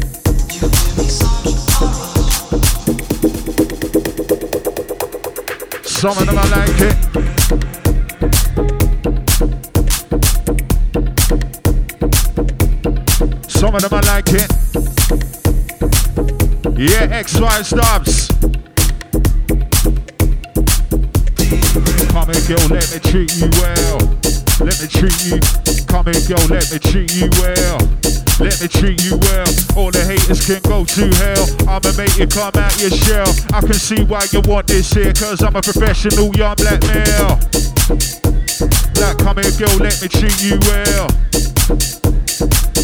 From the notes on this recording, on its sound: live recording, Music Box 4th Oct (last set of the night)